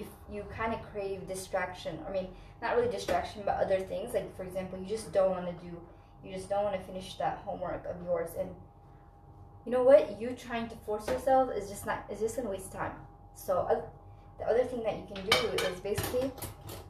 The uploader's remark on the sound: Super sorry for the bad audio quality so please don't listen to this w/ur headphones.